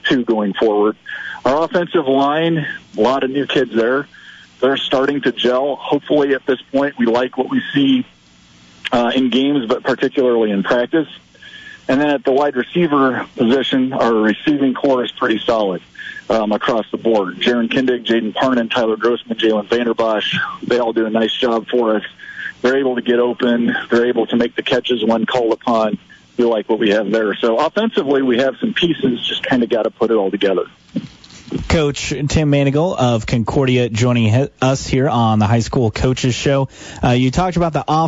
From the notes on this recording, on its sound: Joins by phone to preview Week 5 high school football action.